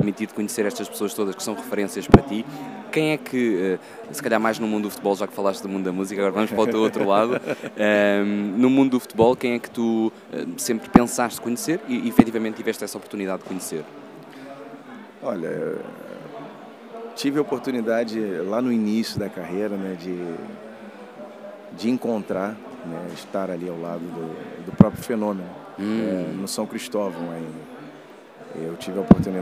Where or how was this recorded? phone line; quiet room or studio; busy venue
busy venue